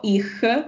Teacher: il suono CH che è comunque un po' aspirato